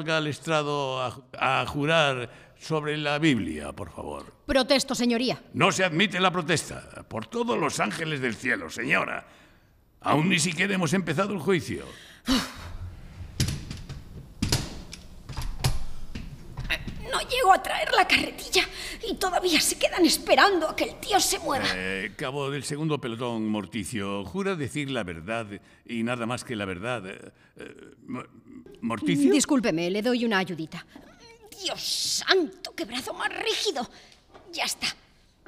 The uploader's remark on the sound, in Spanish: Grabado cara al público en la Biblioteca Eugenio Trías de Madrid.